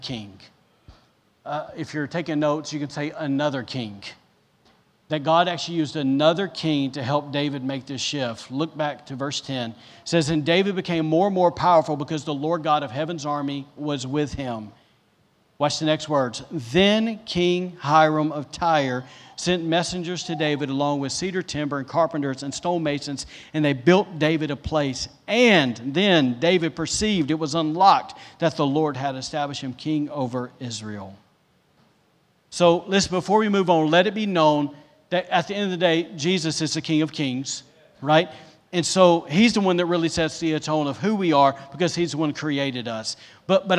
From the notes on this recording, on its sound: was recorded on Sunday, July 25th, 2021, during service at The Anchor Church in Rockport, Maine